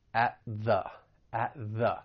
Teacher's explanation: There are some overlapping sounds, and this is basically when your tongue is in the same position. So at, your tongue is going to come up and block the air with that stop T, but then you're just going to release right into that voiced TH